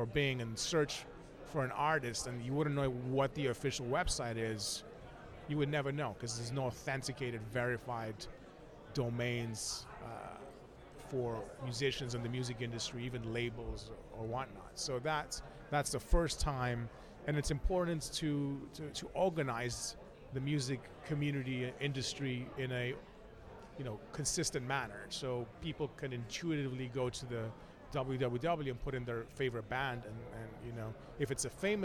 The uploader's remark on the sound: Music Tectonics went to Midem! Recorded interviews with Midemlab competitors and international music tech superstars, on the spot in Cannes.